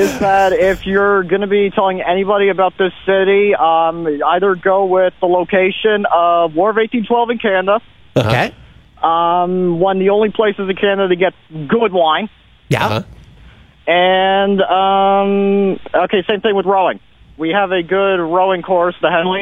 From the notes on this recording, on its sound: the pod listeners CALL IN!